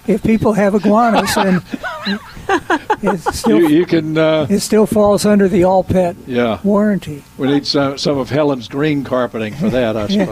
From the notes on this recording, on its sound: Broadcasting live from Bell’s Carpet & Floors.